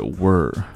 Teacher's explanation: 因为它是一个弱读的形式，we are 变成了 were